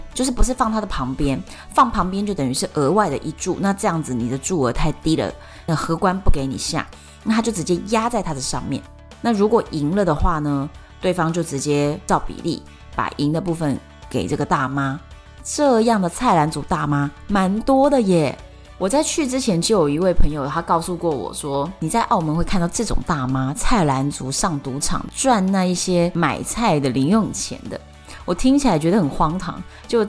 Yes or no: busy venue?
no